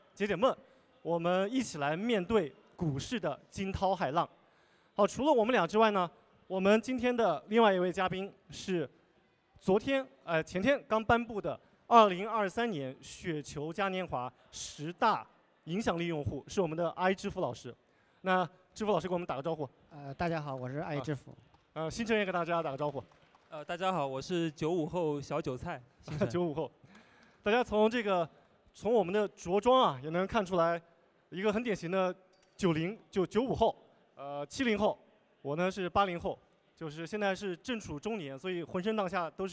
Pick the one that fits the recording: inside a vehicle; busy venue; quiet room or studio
busy venue